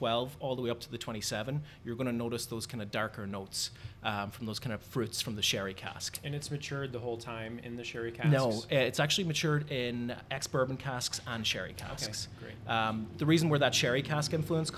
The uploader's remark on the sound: Live from Delilah’s